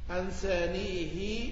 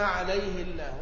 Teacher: بقية القراء يكسرونها أنسانيه وهنا عليه الله، ويقتضي ذلك الترقيق في لام الجلالة